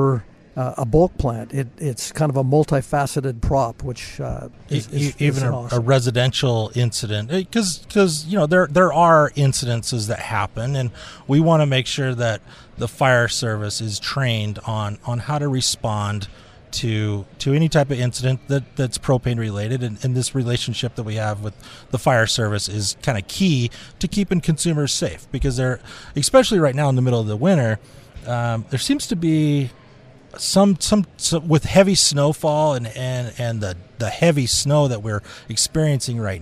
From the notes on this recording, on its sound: Live from Winter Fire School in St George, Utah